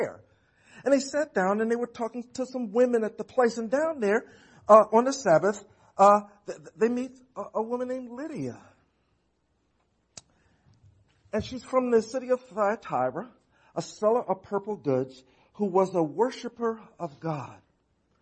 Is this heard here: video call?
no